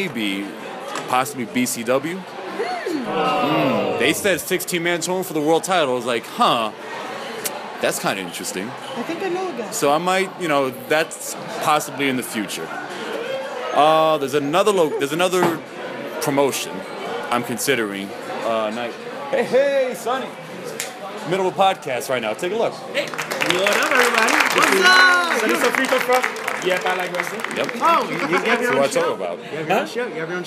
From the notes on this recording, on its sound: Recording on 1/28/27 at the Legends Bar in NYC